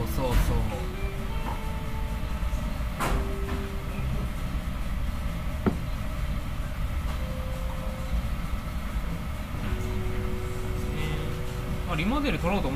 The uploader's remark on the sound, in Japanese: 飲食店での打ち上げトークのためノイズ多めでお送りしています。